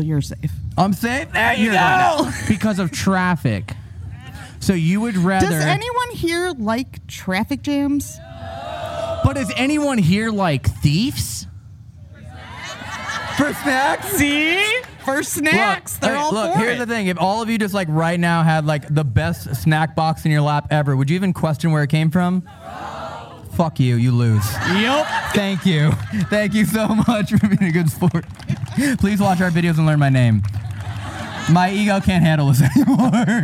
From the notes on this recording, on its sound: (01:18) Live Show Start. This episode was filmed in front of a live audience at the haunted Old Joliet Prison in Joliet, IL.